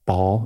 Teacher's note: you will notice that your lips actually close, and then it's the release of that that creates that particular sounds · Term: plosives